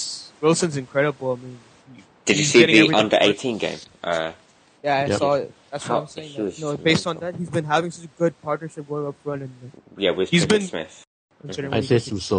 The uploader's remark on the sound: Sorry about the bad Audio for this pod